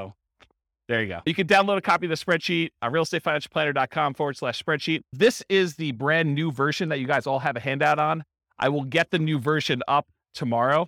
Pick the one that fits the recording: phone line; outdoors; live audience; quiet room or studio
live audience